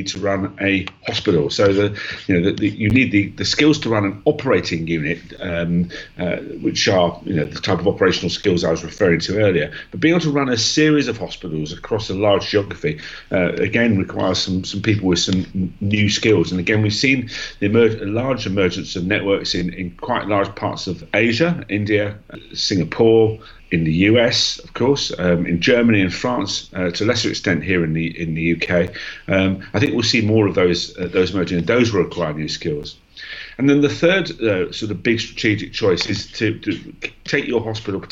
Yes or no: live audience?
no